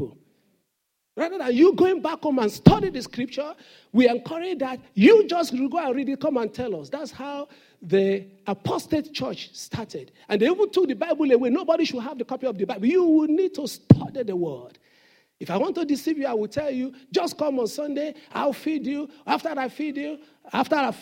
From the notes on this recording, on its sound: Sunday Service message preached. The senior pastor of Fountain of Love, RCCG Aberdeen, UK.